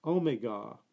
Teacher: the English pronounce Omega with a short E, putting the emphasis on the final vowel, so it's Omega.